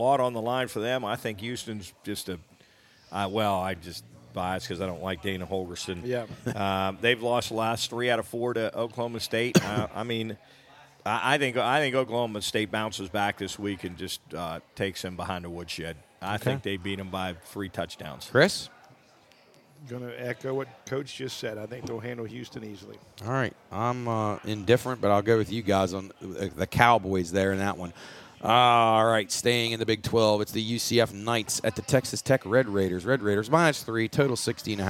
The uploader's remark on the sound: LIVE from Belmont Brewerks in Martins Ferry, Ohio. Warmed by the fireside.